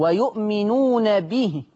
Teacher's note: اتمام حركة الكسر في كلمة به والملحوظة الثانية وسعت اتمام حركة الكسر فيها.